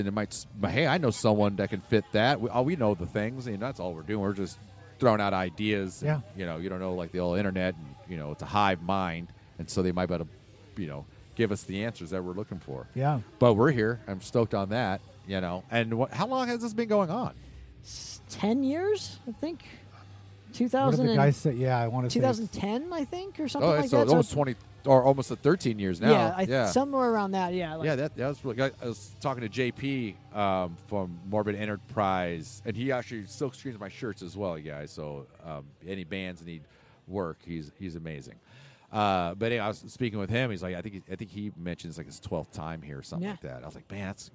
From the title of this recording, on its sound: Live at SD Metal Swap Meet